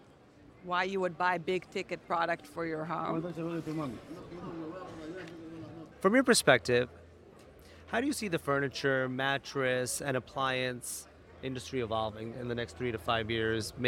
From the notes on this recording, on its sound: Live from NRF 2024